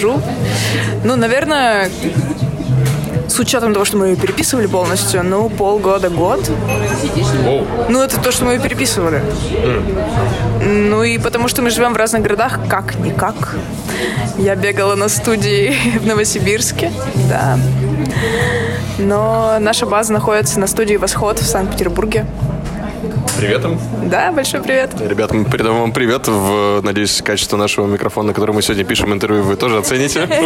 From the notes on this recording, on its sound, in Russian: мы поймали прямо в кофейне